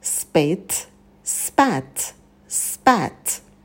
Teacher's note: А звук «п» не придыхается, потому что идет после «с».